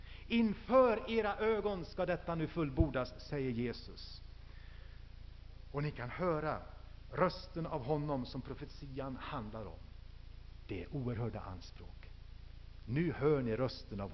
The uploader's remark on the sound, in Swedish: Inspelad i H&#246;n&#246; Missionsf&#246;rsamling